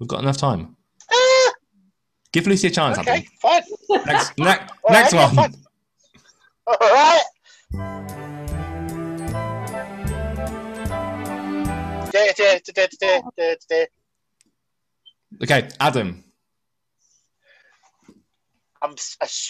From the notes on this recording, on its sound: This episode was recorded virtually prior to recent government changes in restrictions.